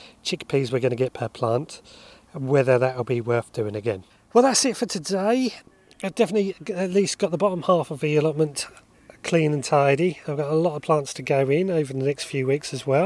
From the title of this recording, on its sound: Recorded live from the maze garden